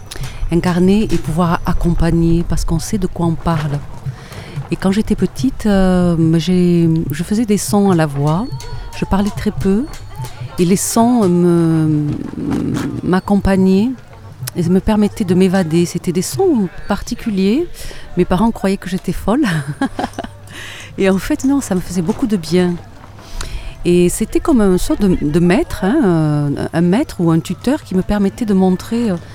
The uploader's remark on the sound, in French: En Direct Du Bhakti Om Festival.